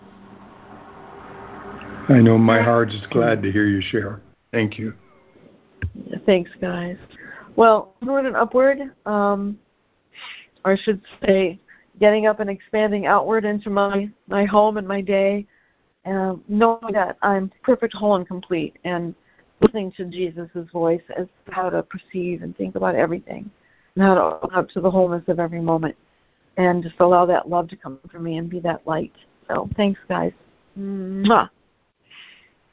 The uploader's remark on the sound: ACIM Daily Conference Call.